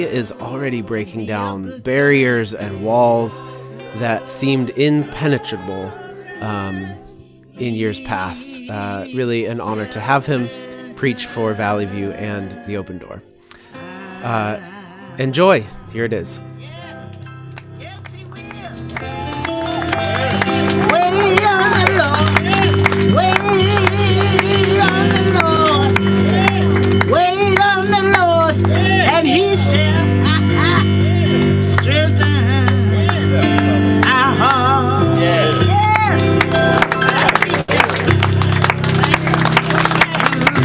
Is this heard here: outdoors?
yes